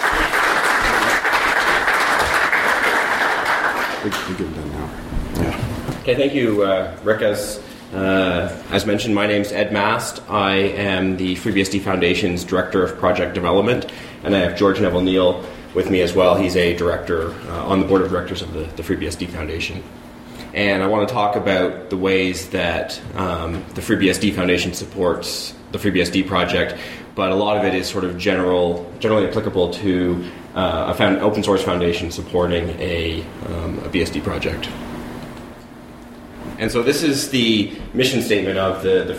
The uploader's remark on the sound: A recording from vBSDCon 2015 of the talk